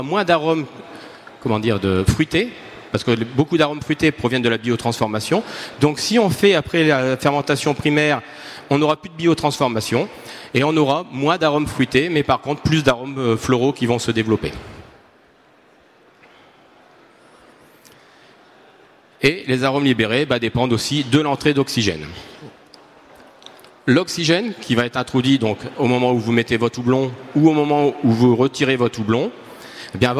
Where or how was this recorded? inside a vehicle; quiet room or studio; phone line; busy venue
busy venue